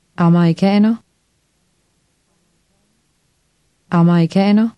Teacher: Notice the stress on the next to last syllable.